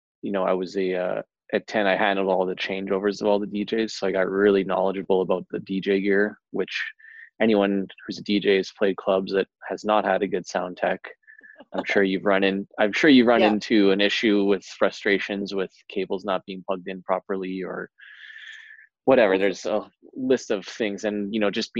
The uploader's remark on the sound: I touch base with them via Zoom